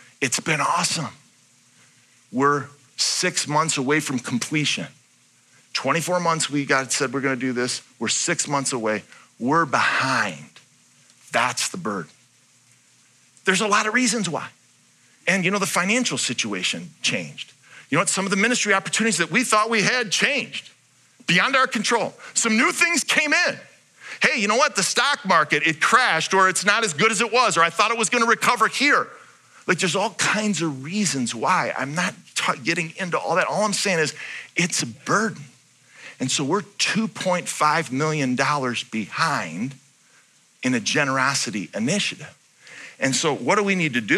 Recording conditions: large echoing room